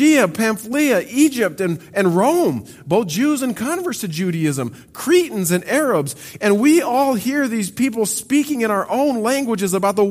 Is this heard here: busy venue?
no